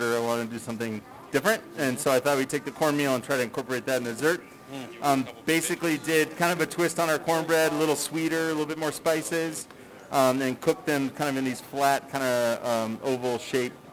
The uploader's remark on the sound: Night two of the Fall Dinner Series. Cooking live from Logan Street Denver and Carboy Winery tonight!